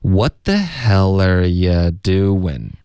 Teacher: 然后 you 我们弱读为 yeah